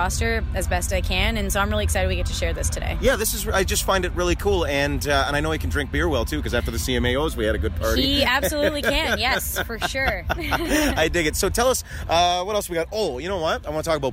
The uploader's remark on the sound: Live from Boots & Hearts